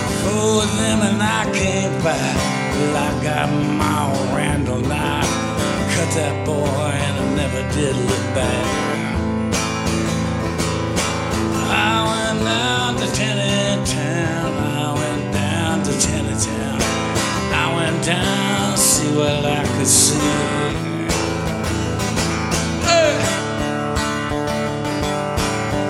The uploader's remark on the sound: Performs a solo acoustic show to fundraise for the Songbirds Foundation's Guitars for Kids program on this episode of "The Songbirds Radio Hour"—recorded at the Songbirds Guitar and Pop Culture Museum in downtown Chattanooga.